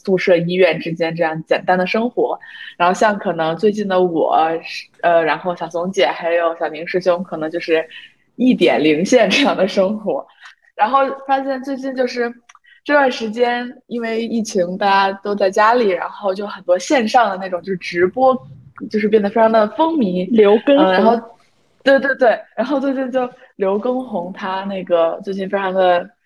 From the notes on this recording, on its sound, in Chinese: 由于疫情原因，我们转为线上录制，音质有所影响。